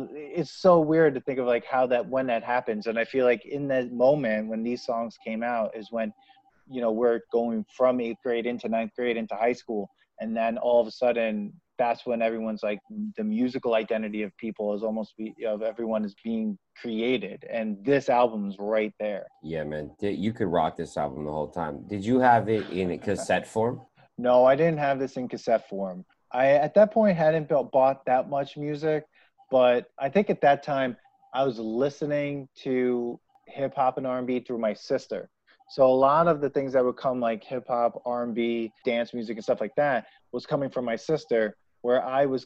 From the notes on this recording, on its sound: We recorded this on August 3rd, 2020 on Zoom so there are small sound discrepancies due to Hurricane Isaias coming in towards NYC.